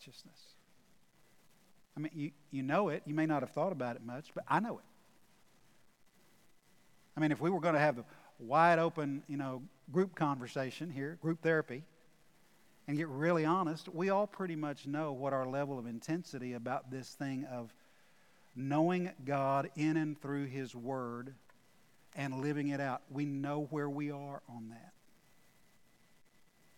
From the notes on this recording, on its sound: Recorded live at The Fellowship in Nashville on Sunday, August 8, 2021.